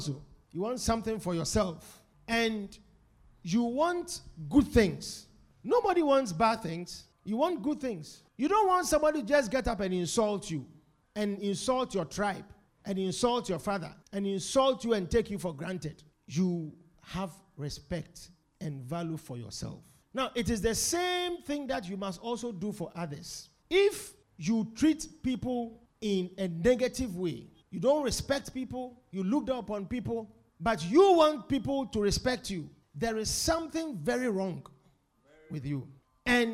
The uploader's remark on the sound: Preached at The Supernatural Encounter Service.